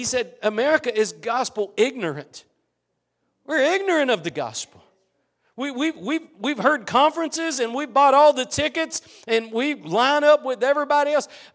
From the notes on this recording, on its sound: Preached at Gospel Lighthouse in Bossier City, La.